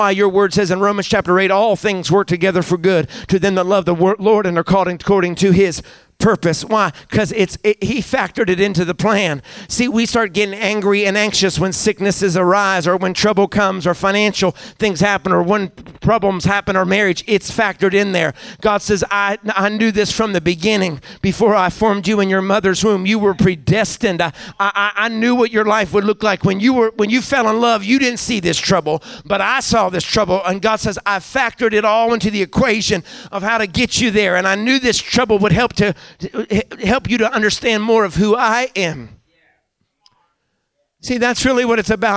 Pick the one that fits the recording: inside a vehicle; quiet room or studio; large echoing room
large echoing room